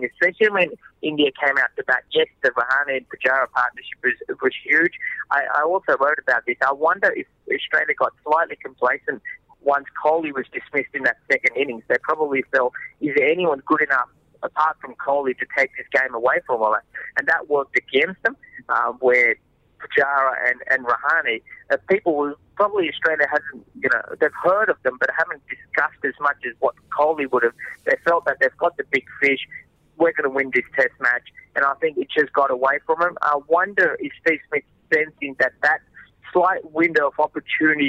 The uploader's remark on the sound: phones in from Ranchi